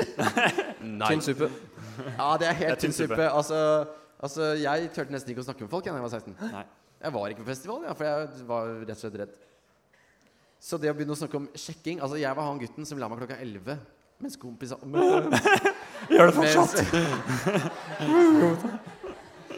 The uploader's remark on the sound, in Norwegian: LIVEPOD fra UL: festival spesial. Første episode av sesong 3 er intet mindre enn live-podden fra UL i sommer.